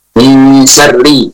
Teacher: Kalau wasol pada kalimat tersebut, ra-nya dibaca tipis.